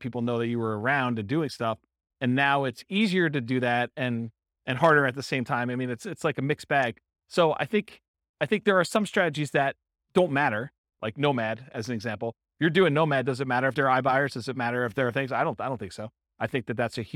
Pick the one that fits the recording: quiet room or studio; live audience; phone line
live audience